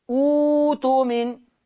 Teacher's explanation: يبقى لما ابتدي بهمزة الوصل مضمومة، همزة القطع الساكنة اللي بعدها هبدلها واو